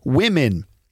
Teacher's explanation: So it's that O in woman, W O M E N. The O is pronounced with an I sound, and the E is also pronounced with an I sound.